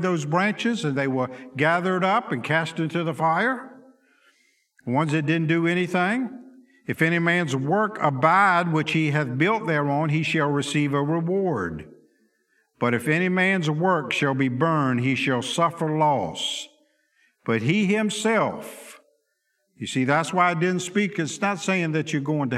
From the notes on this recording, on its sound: Sunday school lecture